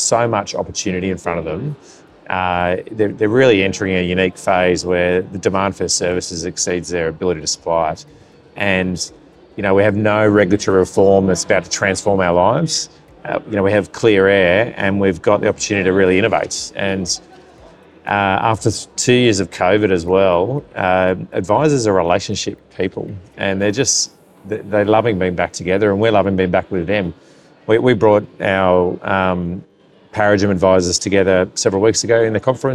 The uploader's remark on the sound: spoke to Financial Standard at the Association of Financial Advisers (AFA) Thrive conference